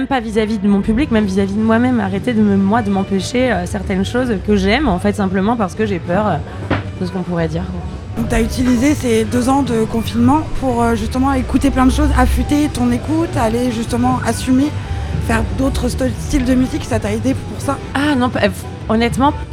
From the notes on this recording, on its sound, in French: L’amusicale au Festival Beauregard 2022. En direct de l'espace presse du Festival Beauregard 2022 à Hérouville-Saint-Clair (14) avec les radios associatives musicales en Normandie de L'amusicale.